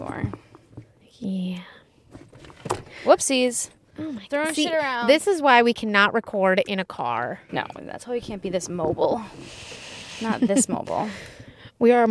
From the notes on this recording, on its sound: We took it as mobile as we could get and recorded a short epi in the Starbucks parking lot.